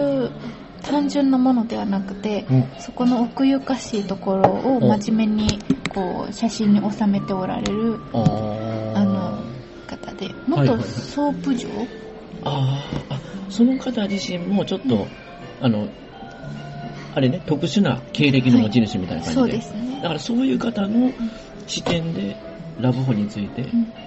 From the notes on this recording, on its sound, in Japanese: フジオフード系列のピノキオで収録。